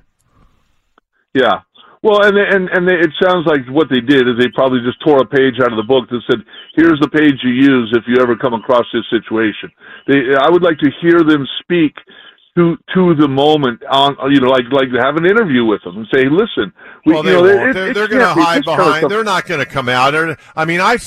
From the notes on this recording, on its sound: takes more of your phone calls